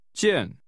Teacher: The measure word for luggage is pronounced with a falling tone.